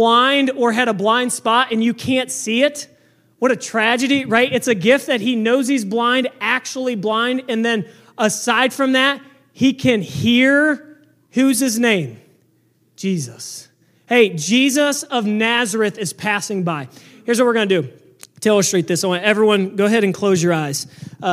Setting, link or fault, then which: setting, large echoing room